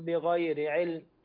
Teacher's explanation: فخم الغين بغير علم، الغين هنا مفتوحة فتفخيم من الدرجة الثانية